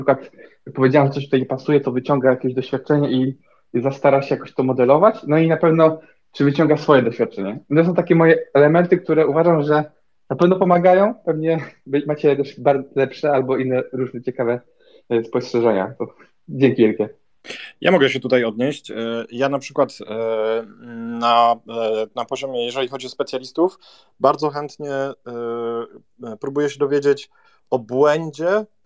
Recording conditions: video call